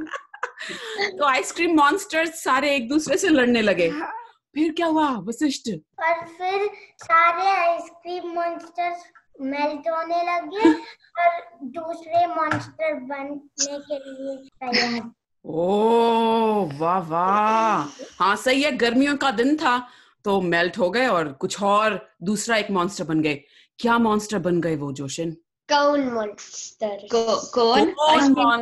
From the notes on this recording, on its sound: Live Zoom Call was super-FUN! Listen the story we created with our friends who joined us on the call.